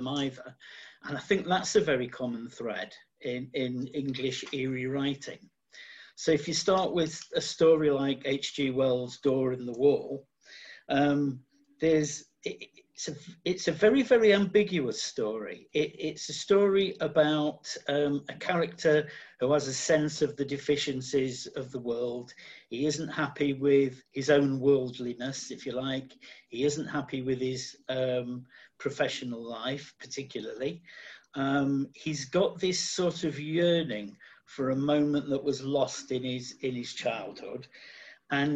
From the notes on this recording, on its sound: Recorded remotely via Zoom due to the COVID-19 pandemic.